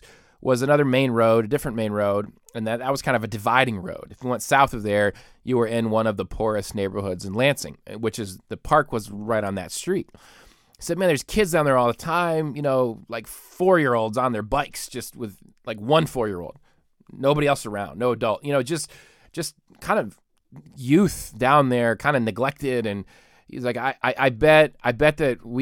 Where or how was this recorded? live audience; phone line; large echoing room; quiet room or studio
quiet room or studio